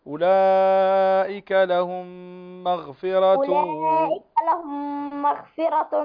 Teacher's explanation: نمد أولئك لأن مد واجب متصل فيمد وحكمه الوجوب